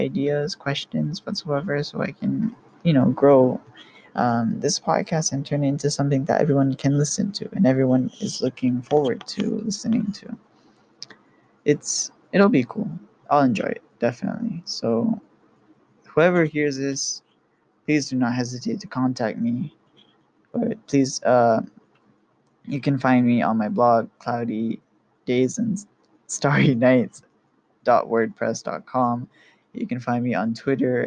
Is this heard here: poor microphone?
yes